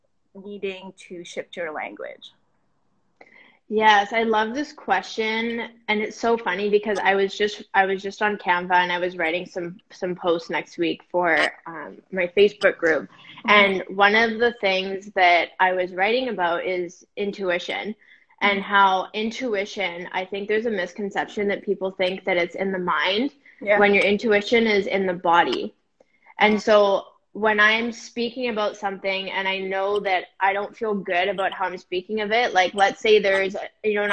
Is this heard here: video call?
yes